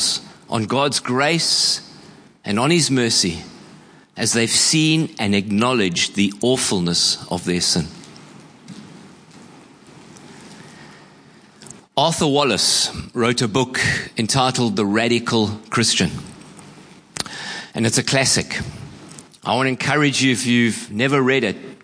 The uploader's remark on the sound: Preached at Horsham Downs on 11/02/24